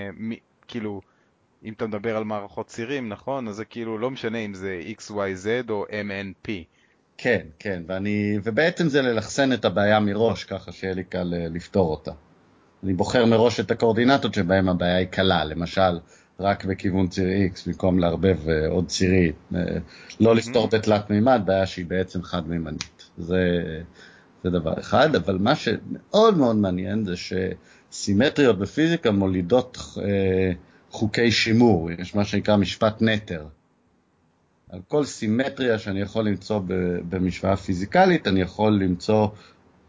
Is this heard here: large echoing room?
no